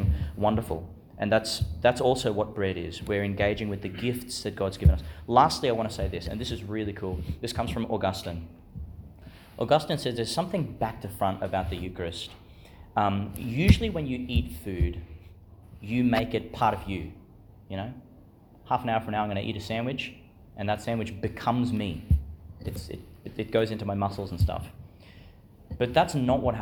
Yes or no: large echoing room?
yes